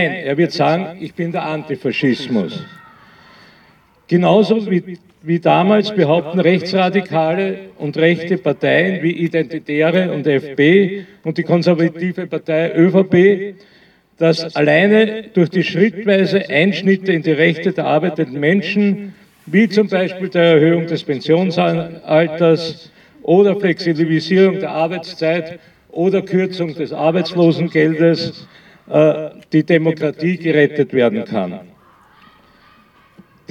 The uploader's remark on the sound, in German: Im Goethehof in Wien-Kaisermühlen. Diesmal in Form eines Rundgangs durch den Goethehof. Leicht gekürzte Aufnahme aller Reden und Musikbeiträge an allen Stationen des Gedenkrundgangs.